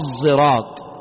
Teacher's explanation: وقرأ حمزة بالإشمام الصراط، يعني بين الزاي والصاد